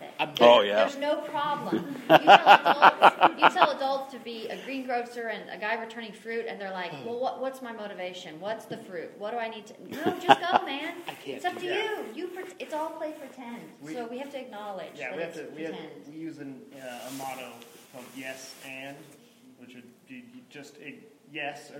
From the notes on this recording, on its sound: In this live recorded episode